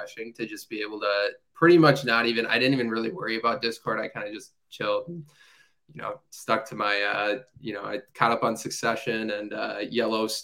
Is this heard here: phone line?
no